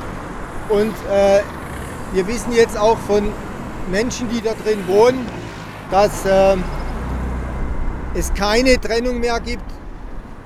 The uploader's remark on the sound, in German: Bildete sich nach 16 Uhr am Mittwoch 22.4.29 ab Eingang LEA eine 2m Abstand haltende Menschenketten Demo mit 30-50 Personen. Wegen Problemen mit dem Lauti wurde die geplante Kundgebungsrede nur bei RDL aufgezeichnet - mit im Hintergrund dem Rush-Hour Betrieb der sich normalisierenden Businessbetrieb in der Freiburger Wiesentalstr.